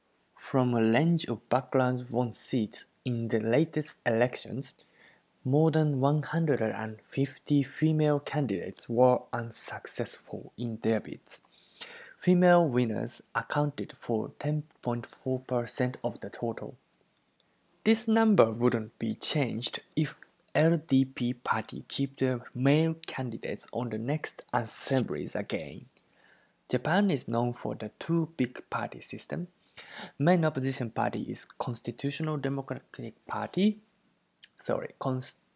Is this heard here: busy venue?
no